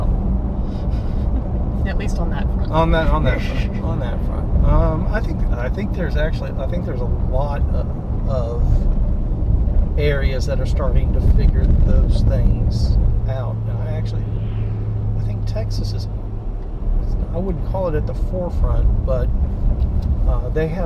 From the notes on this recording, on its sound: Scouting a route. Some background noise while driving around.